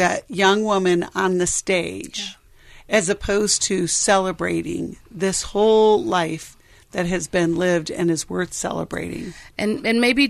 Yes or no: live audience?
no